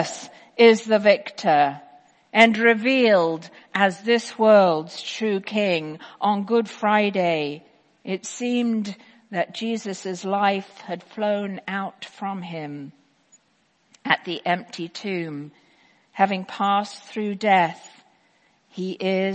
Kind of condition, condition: setting, large echoing room